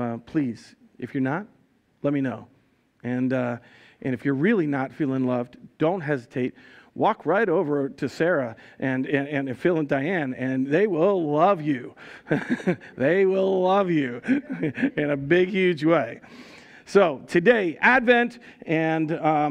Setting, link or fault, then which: setting, large echoing room